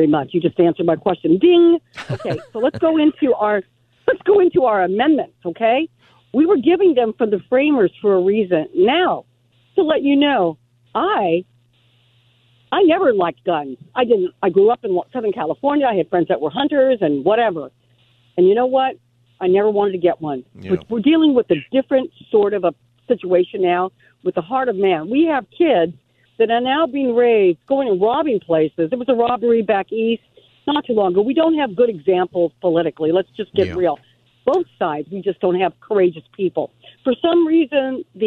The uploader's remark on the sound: open phone Friday